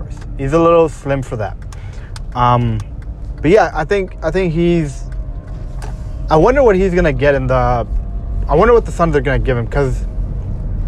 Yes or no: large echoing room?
no